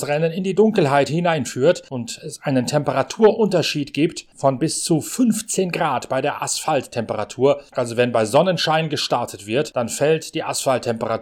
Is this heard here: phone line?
no